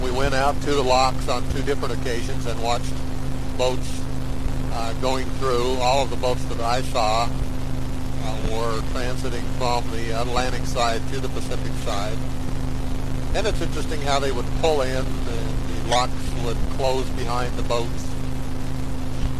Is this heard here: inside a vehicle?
yes